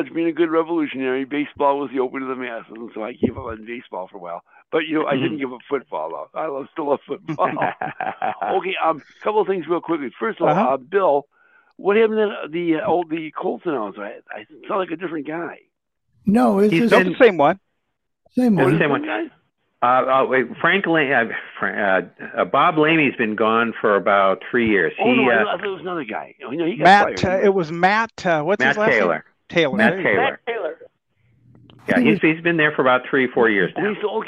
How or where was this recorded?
phone line